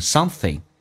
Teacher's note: 有些老外喜欢简化，把后鼻音发成前鼻音 something